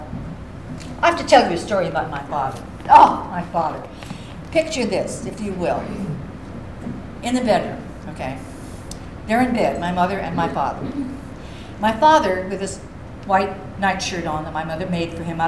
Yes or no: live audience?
yes